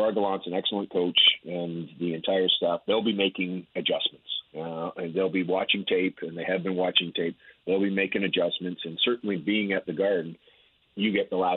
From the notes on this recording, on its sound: We head to the phones. We take more calls on the Donaldson situation.